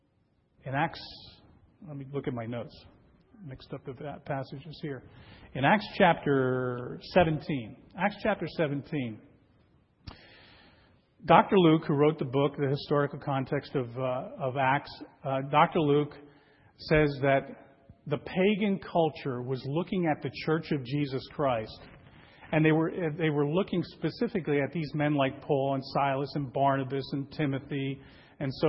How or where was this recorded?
large echoing room